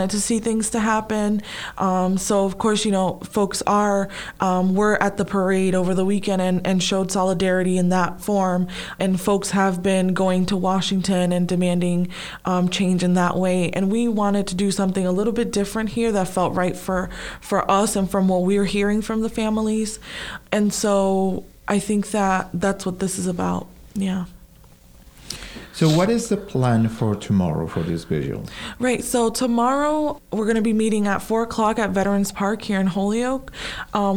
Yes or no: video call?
no